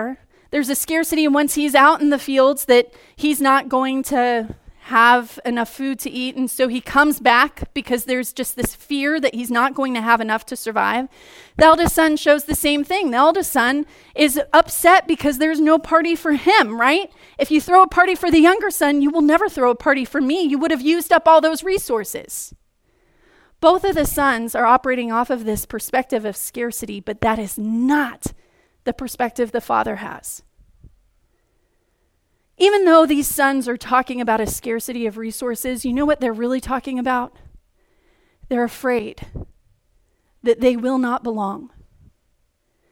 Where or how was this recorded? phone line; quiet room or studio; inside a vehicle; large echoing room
large echoing room